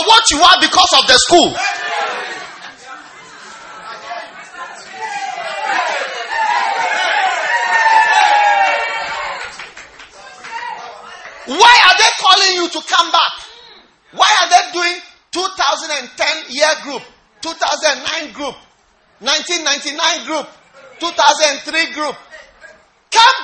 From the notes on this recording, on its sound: Preached at the First Love Church, Koforidua Polytechnic.